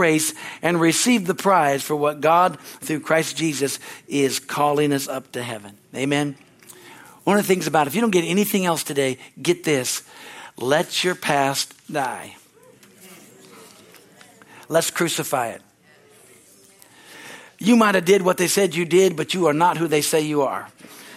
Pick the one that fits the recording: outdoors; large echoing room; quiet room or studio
large echoing room